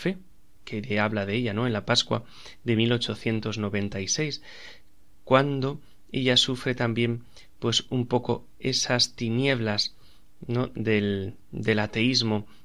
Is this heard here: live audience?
no